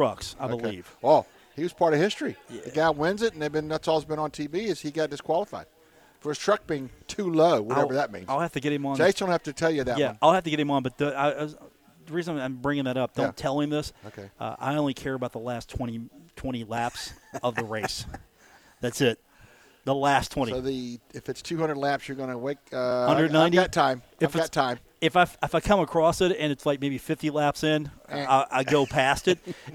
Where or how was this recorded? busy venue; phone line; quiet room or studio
busy venue